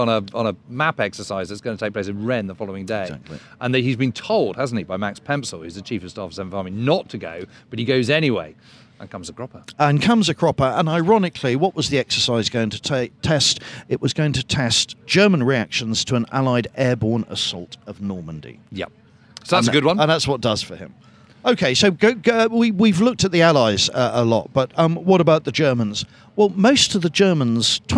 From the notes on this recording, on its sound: In this bonus episode recorded at Chalke Valley History Festival.